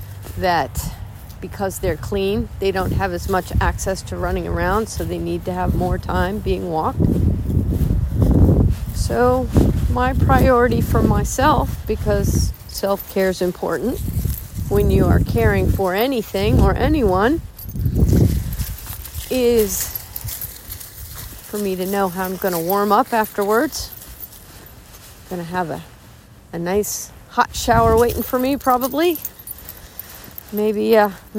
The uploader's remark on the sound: apologies for some icy static-y noise!